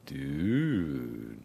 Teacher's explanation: Notice the rise, fall, and slight rise again. The length may be a little bit longer than normal.